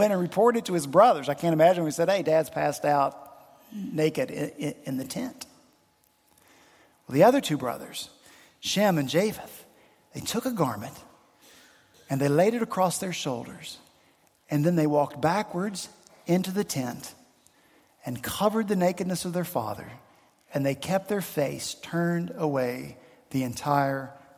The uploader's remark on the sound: at Redeemer Presbyterian Church in Charleston, SC